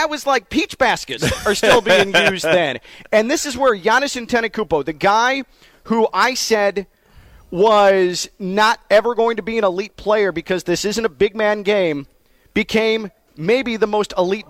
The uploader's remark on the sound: Full Show LIVE from Greenway Kia in West Palm Beach.